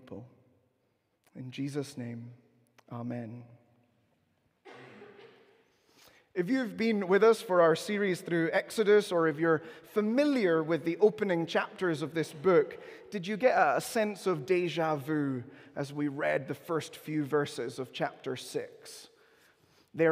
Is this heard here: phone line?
no